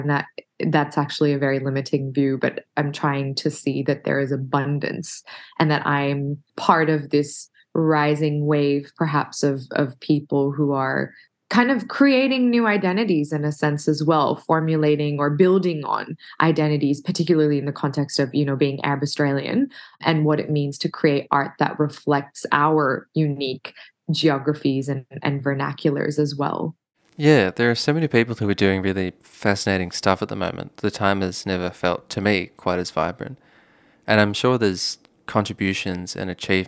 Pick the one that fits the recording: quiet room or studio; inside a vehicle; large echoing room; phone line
quiet room or studio